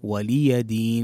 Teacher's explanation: والصحيح أن تحقق كسرة اللام في ولي وتوضح كذلك الياء، فتحة الياء